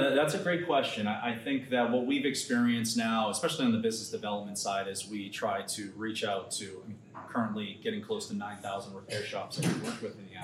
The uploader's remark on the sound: at the AMRA (Automotive Maintenance and Repair Association) MAP (Motor Assurance Program) January 2024 conference.